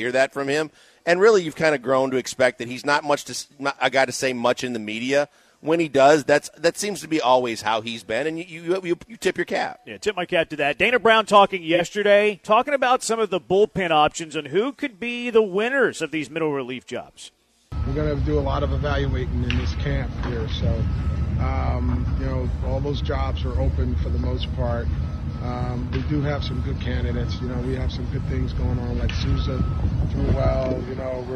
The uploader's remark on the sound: live from The Decoy